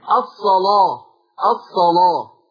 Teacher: اللام ليست مرققة، مغلظة لورش · Term: تغليظ اللام